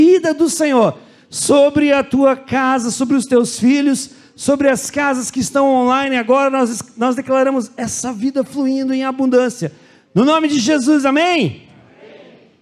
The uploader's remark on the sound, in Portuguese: Culto de Celebração. Na Igreja ABA Curitiba (Transmitido ao vivo).